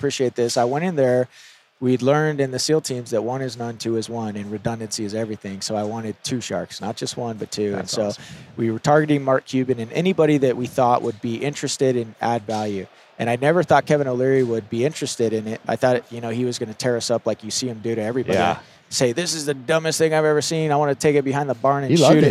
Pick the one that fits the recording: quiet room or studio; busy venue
busy venue